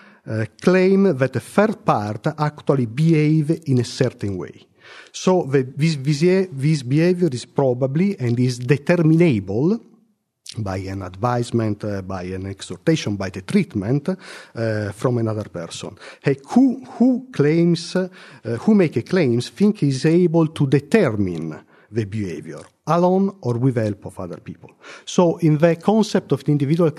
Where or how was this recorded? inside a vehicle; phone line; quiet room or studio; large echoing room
large echoing room